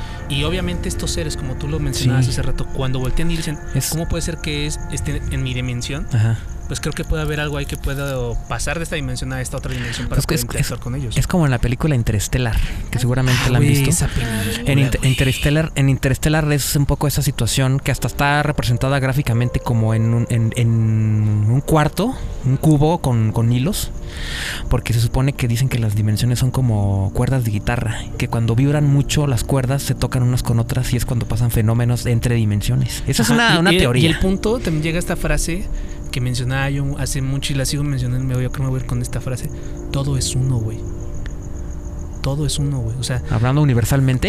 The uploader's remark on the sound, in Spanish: Este podcast fue Grabado en un espacio al aire libre en medio de la noche